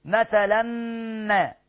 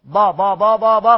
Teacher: معايا تنوين وقع بعد ميم، هلغي التنوين واقول الميم وشددها حركتين · Shown in: first take · Term: ادغم بغنة